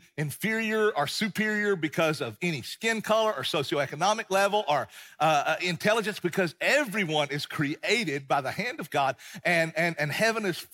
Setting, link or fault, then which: setting, large echoing room